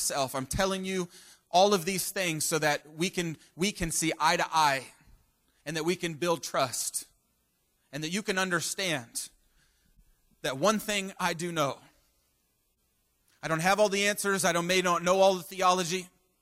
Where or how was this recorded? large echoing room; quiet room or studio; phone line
large echoing room